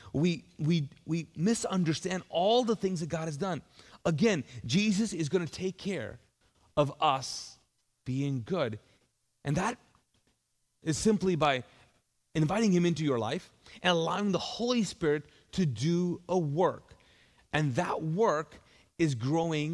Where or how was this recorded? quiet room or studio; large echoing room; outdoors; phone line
large echoing room